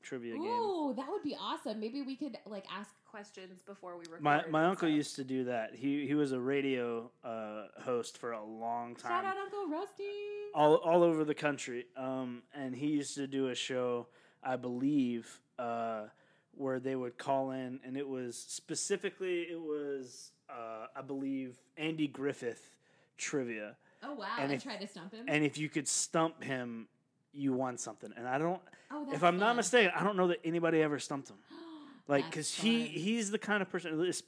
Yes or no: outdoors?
no